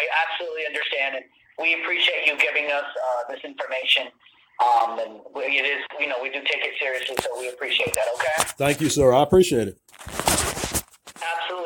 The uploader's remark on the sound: Phone Call To HASBRO.